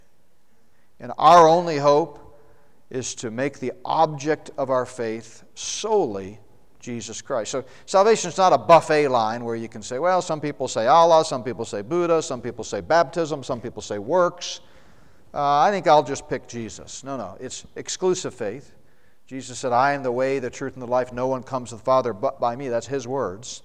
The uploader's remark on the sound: The Prophecy Conference at Northstar Family Church in Flowery Branch, GA.